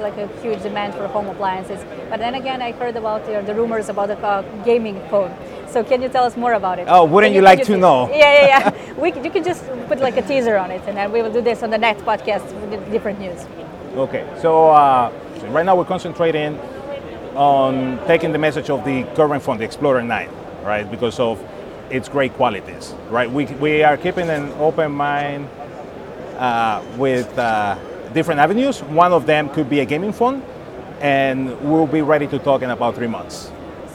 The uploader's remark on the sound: Recorded in the vibrant city of Madrid, amidst the buzz of the C&R International Air-Conditioning and Refrigeration Exhibition